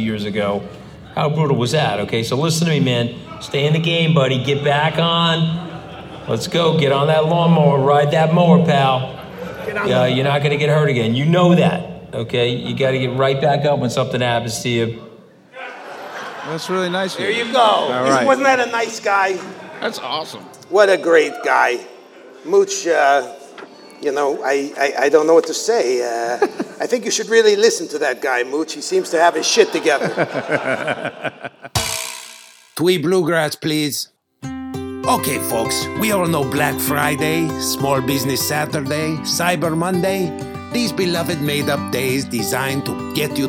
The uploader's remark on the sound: our premiere episode from the Murmrr Ballroom in Brooklyn, NY